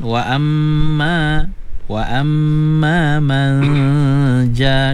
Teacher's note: nun mati bertemu dengan ja, wajib gunnah dua harakat